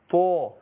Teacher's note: الطاء حرف مستعلي، حرف مفخم، وبفخم الالف، الالف بتتبع ما قبلها تفخيما وترقيقا